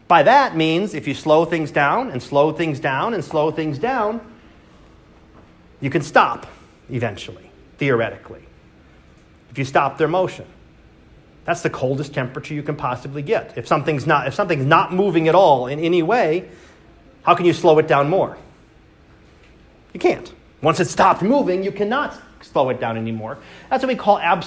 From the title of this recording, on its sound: Live Class Lecture